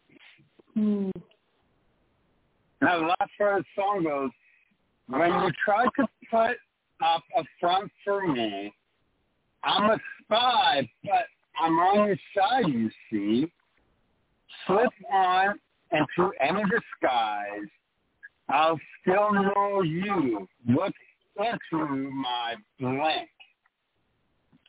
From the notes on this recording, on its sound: Taking your phone calls and chat quests/comments.